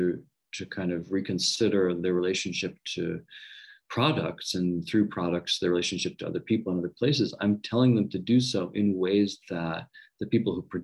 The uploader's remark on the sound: This interview was recorded at the Society for Latin American Studies Virtual Conference, 2021.